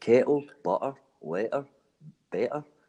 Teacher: So a hard T becomes silent in Scottish.